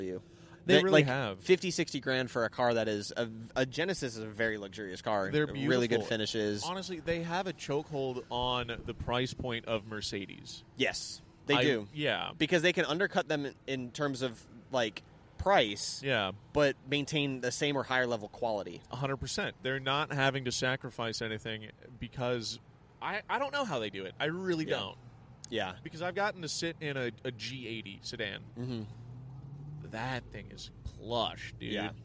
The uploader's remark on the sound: Finally, the cars and coffee podcast has recorded its first episode at a cars and coffee event, and it was amazing! We both try our hand at live commentary while watching cars depart the event. Share some random interactions with people passing by.